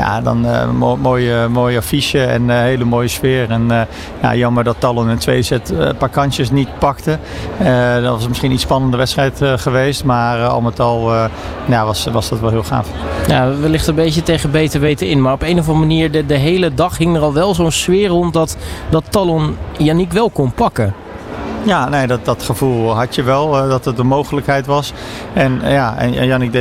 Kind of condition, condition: setting, busy venue